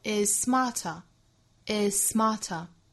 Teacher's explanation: is 的发音被后面的 smarter 的 s 的发音同化，只发一个 s 的发音就可以了 · Term: 后进同化